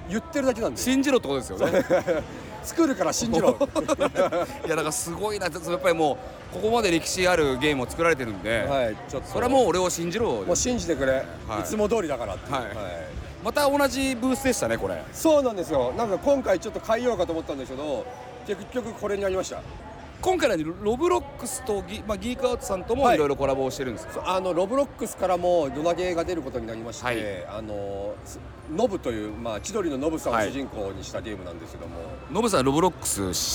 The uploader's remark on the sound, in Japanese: 東京ゲームショウ2023。2日目のビジネスデイの現場からお届けします。インディーゲームコーナーを散策しつつ。